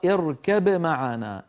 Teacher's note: اركب الباء من الشفتين، والميم في معنا أيضا من الشفتين، فالباء شفوية والميم شفوية، ولذلك مر معنا في المخارج للشفتين